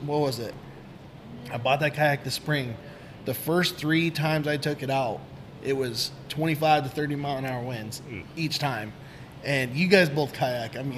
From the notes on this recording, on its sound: BFFs are on location at Des Moines branch of Peace Tree Brewing Company.